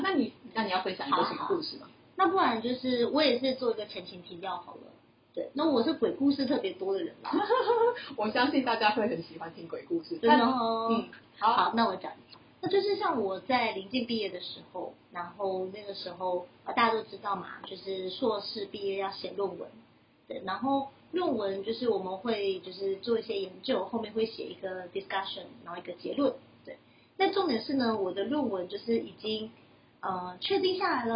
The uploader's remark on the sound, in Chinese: 第一集好像收音還沒調整好請大家見諒啊